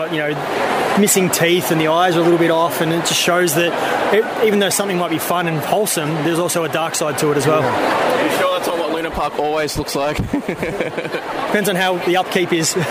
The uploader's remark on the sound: Supanova interview. Recorded at Supanova Expo on April 6th, 2019 in Melbourne.